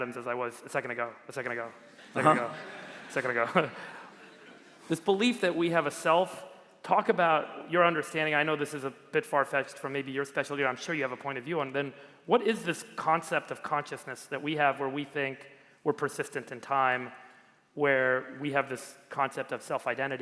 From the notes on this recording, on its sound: This talk was recorded live at the All-In Summit 2023 at Royce Hall on UCLA's campus in Los Angeles.